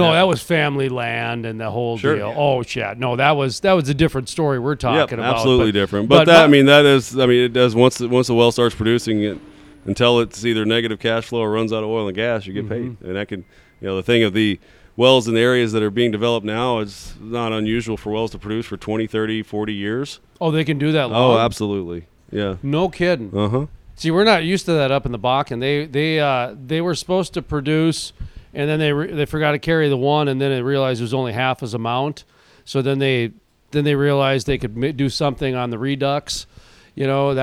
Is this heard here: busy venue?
yes